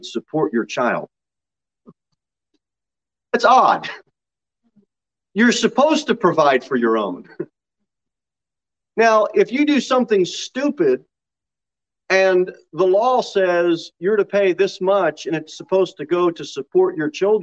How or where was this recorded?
large echoing room